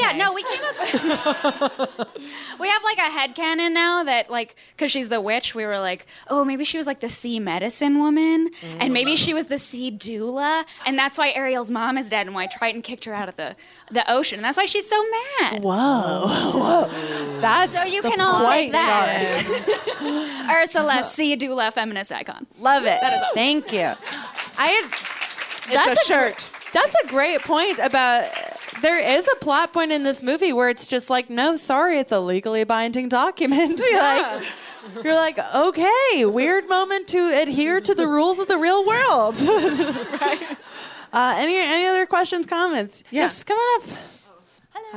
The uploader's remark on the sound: Recorded live at the Jewelbox Theater in Seattle!